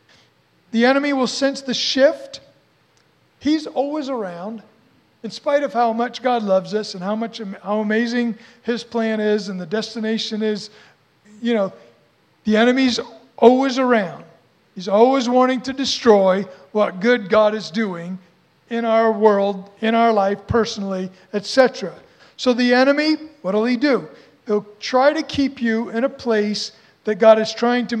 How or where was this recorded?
large echoing room